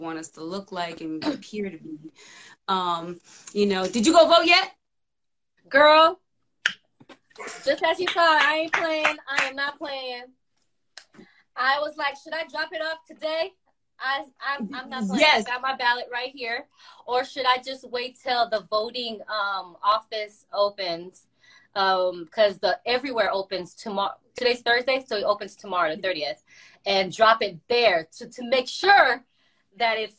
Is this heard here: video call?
yes